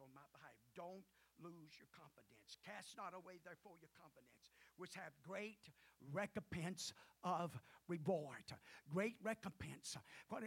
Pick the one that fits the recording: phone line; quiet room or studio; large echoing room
large echoing room